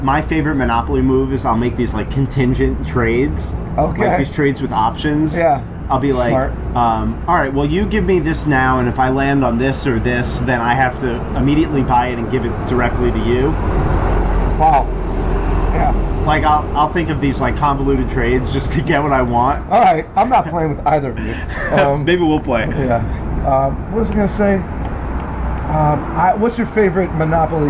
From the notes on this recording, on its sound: lots of the soothing sounds of cleaning equipment!